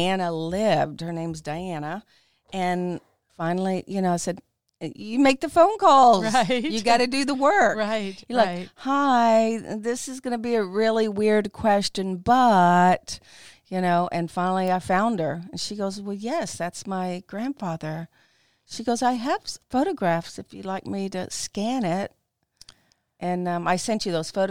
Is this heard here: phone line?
no